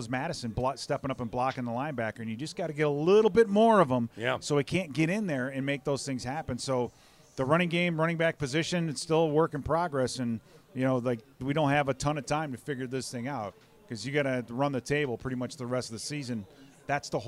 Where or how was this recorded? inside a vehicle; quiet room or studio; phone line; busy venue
busy venue